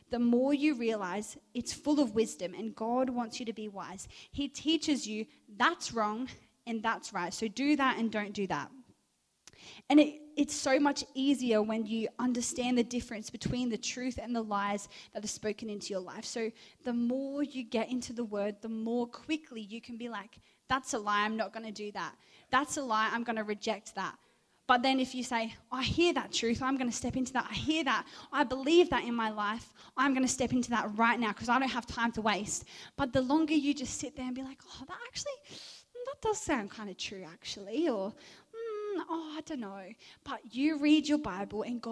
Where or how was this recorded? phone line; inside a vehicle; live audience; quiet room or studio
live audience